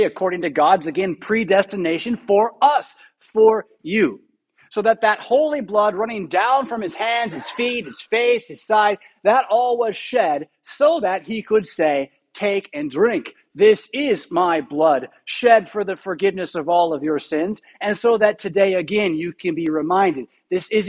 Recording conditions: large echoing room